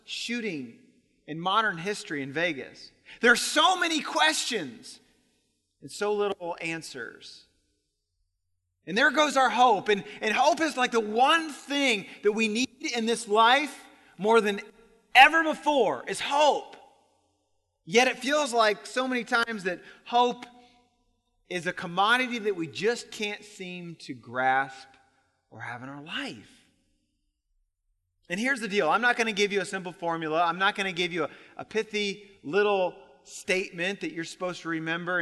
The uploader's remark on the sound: Recorded on October 8, 2017 at Graceland Baptist Church in New Albany, Indiana.